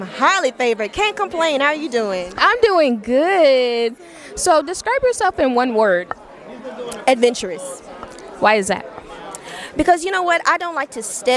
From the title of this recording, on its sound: Black Music Honors 2023 - Live Interviews